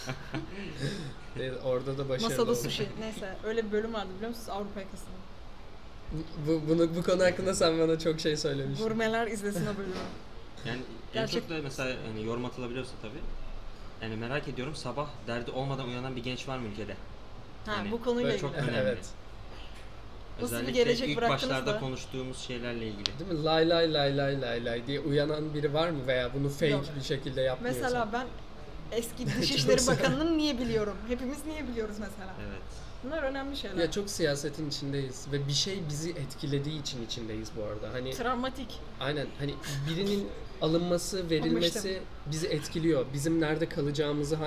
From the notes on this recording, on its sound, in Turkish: Bölüm İmge Kitapevinde kaydedildi ses için sry